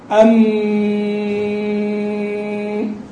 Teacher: فما تقول أم هذا الأصل أنه خلاص، لكن قال أم تستطيع تمد صح، لكن هذا الامتداد ليس له معتمد في الايه في الفم، اعتماده في الخياشيم، ولانه لم يجر اعتماده في الفم ما عدوه من الرخو المحض، ما عدوه من الرخو الايه محض، لان اعتماده في الجريان على الخياشيم وليس على الفم او الحلق